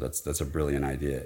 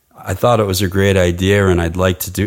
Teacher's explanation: So you put an R at the end of idea because that R joins the next word, which has to start with a vowel. · Shown in: second take